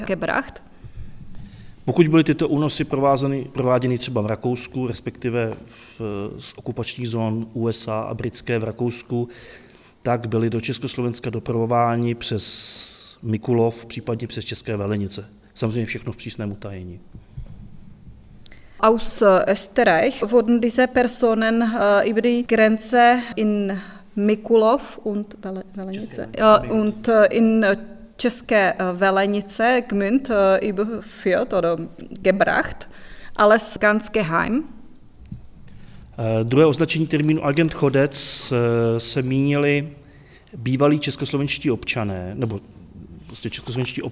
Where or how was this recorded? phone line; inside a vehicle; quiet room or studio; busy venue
busy venue